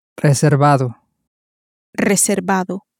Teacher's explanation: the V in Spanish is not pronounced exactly like a V in English, but somewhat more towards a B